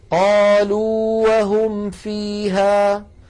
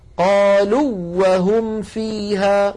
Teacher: قالوا آخرها واو مدية، وهم أولها واو متحركة، أيضا هنا لا ندغم يا إخوة · Shown in: first take · بل نقول قالوا وهم فيها، ولو أدغمنا لقلنا قالوا وهم فيها، وهذا لا يصح. · Term: الإظهار